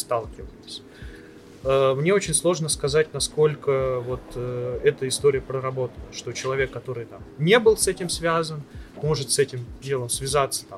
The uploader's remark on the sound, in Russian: Интервью было записано во время Киберфеста. Специального фестиваля Киберспорта внутри ВШЭ.